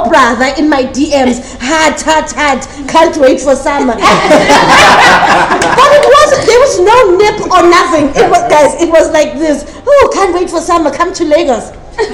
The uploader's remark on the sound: in a live podcast